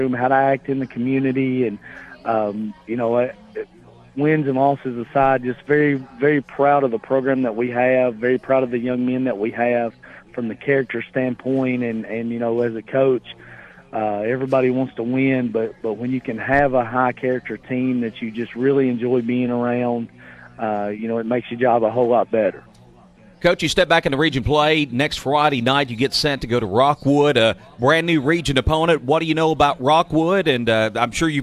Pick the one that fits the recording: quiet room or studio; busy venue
busy venue